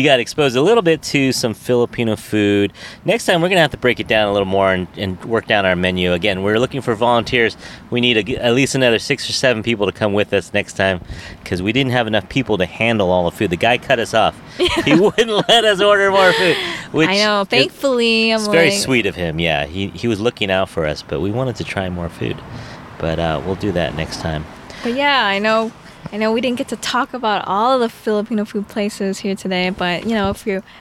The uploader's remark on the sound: We recorded on location inside a restaurant! It was a bit noisy, but it was a good learning experience.